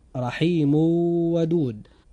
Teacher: هذا مثال على التنوين، فقد جاء بعد التنوين الموجود في رحيم حرف من حروف الإضغام بغنة وهو حرف الواو، فحدث هنا إضغام بغنة، فننطق هكذا: رحيم ودود.